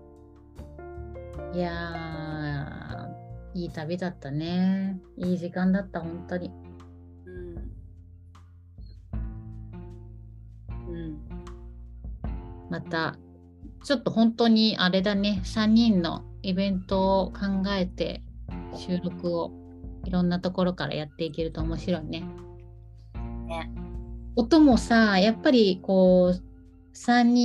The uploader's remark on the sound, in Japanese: リモート収録でお届けします